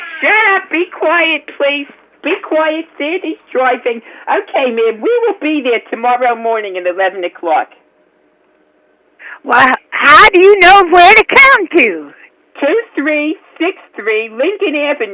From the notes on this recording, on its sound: Prank Phone Calls